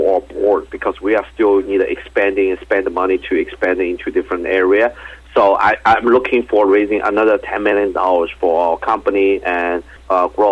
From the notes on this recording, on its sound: called in to SmallcapVoice.